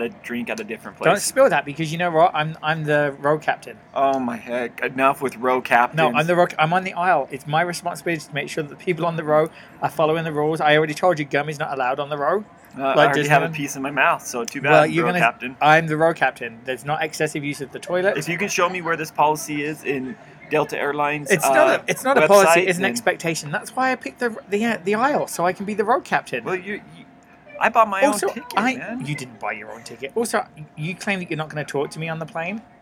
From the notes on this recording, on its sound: Live from the SLC Airport. The Mcd's in the airport. Livefromtheairport #slcinternational. Livefromthedeparturelounge.